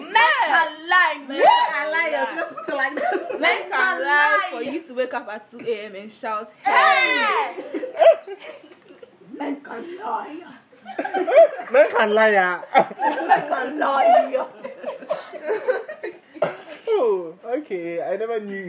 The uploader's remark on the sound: There could be a little background hitches because this episode was recorded outside a studio.